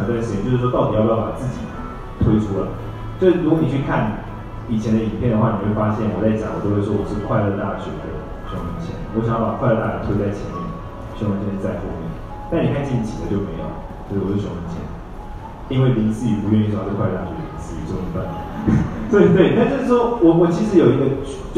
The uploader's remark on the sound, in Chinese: 新書分享會 高雄場 我(2016年首批粉絲)的現場提問